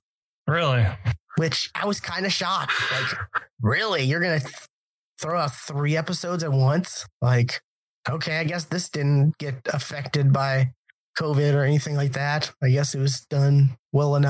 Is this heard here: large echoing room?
no